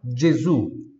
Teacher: É um D, é, digamos, discreto, mas ele está ali, tá? Então tem esse som de DG sempre, tem esse som de DGE.